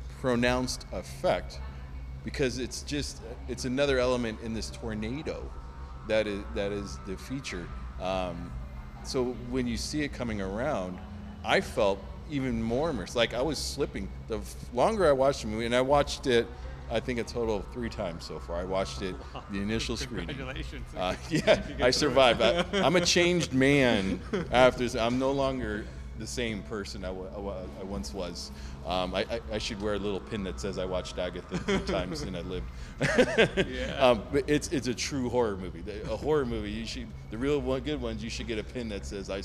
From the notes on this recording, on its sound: Live at the Death Parade Film Fest! Our recording series that took place at the Death's Parade Film Fest in Red Bluff California.